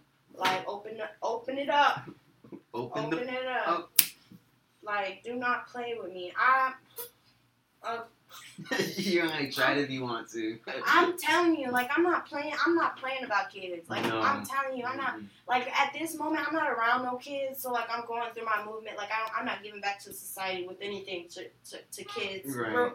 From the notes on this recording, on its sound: Plsss don't mind the audio change <3 we are going through a transition and are trying new software out. Please bare with us as we make new adjustments.